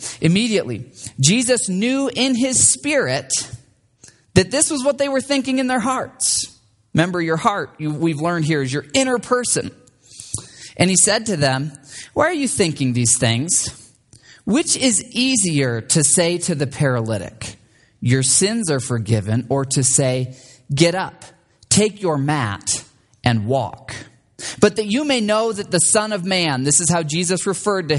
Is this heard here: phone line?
no